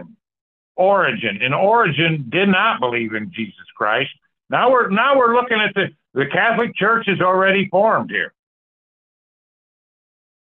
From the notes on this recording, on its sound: Call In Bible Study.